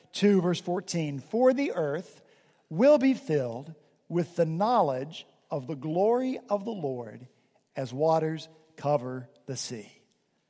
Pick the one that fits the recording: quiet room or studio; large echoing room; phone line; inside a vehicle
large echoing room